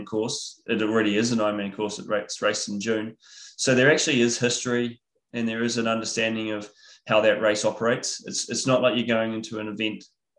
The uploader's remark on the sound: IRONMAN World Championships Nice webinar audio